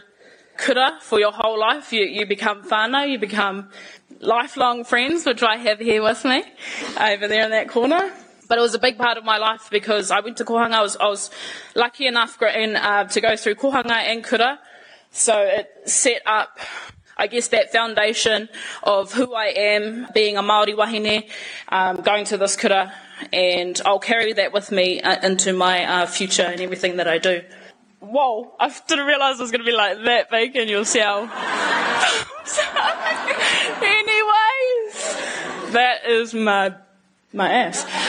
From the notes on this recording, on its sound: Took the stage at our Real Talk Mō Ngā Rangatahi event in Tāmaki Makaurau, sharing on stage for the first time.